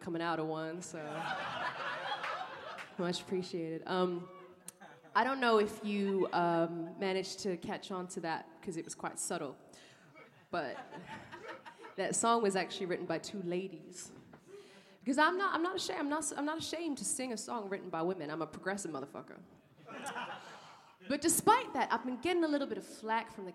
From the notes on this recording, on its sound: In our third Queer Talk Live show two of the most talented drag artists in London join us on stage!